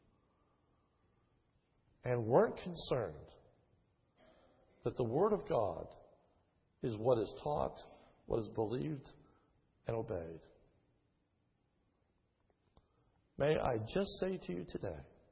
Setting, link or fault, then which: setting, large echoing room